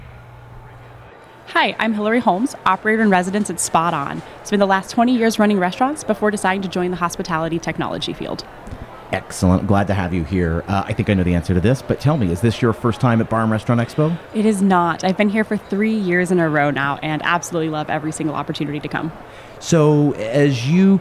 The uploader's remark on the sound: Lightning Interviews at Bar & Restaurant Expo. I was out there in Las Vegas giving two talks to the crowd... I also had the opportunity to podcast live from the trade show floor. I did a series of lightning interviews with some vendors, sponsors, and operators in attendance.